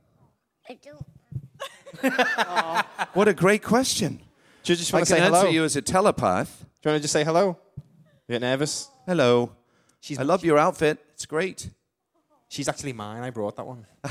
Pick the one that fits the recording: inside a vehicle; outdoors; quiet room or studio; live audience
live audience